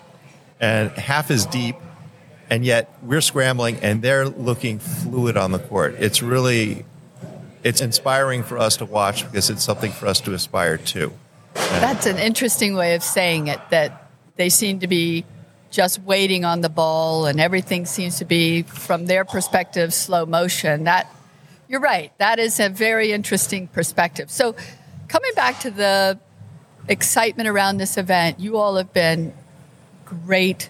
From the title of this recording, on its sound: Live at the Collegiate Open